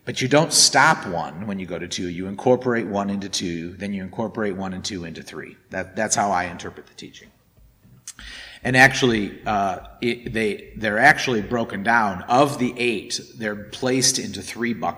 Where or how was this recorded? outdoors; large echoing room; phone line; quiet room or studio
large echoing room